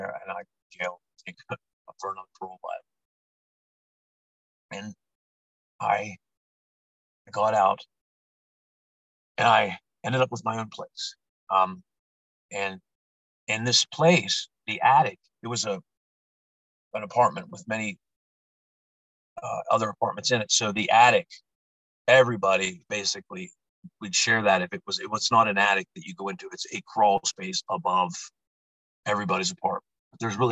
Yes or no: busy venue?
no